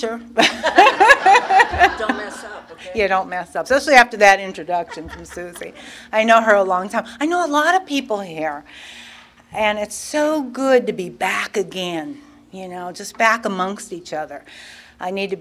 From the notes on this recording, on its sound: tells her story at the 34th Freedom From Bondage Conference in Aberdeen NC in 2023.